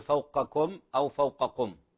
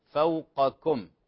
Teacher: فوقكم، لا نقول فوقكم أو فوقكم، فانتبهوا تخليص القاف ثم الكاف · Shown in: second take